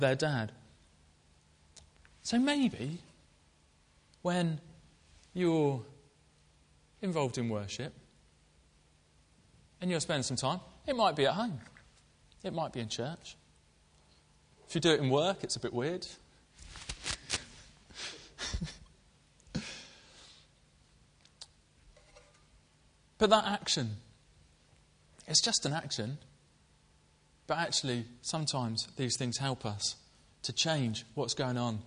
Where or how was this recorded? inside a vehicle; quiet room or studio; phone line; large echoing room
large echoing room